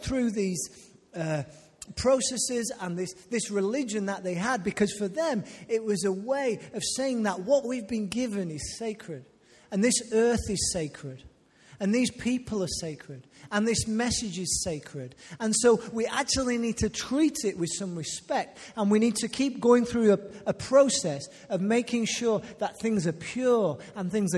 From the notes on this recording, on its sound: Recorded live at Life Church on Sunday 27th May 2018.